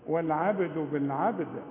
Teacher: والعبد قلقل الباء وقلقل الدال اللي بعدها عند الوقف تقول والعبد عند الوصل أقلقل الباء فقط لأنها ساكنة إنما الدال مضمومة مش هقلقلها